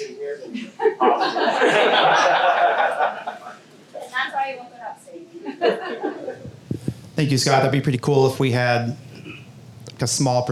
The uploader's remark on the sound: Here’s a recording of our Q&A section of the Summer Camp